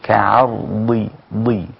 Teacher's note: أنت ما بتقول كعرضي بقت دال، لكن هي ضاد مكسورة لا تصل إلى الدال بأي حال من الأحوال